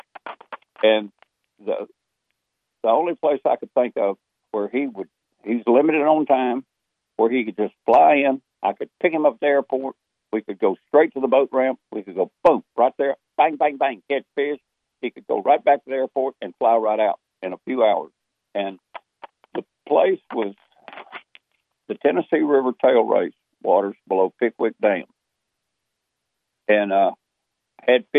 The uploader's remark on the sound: He did call in, though, and shared some cool stories about what he was seeing in the Keystone State.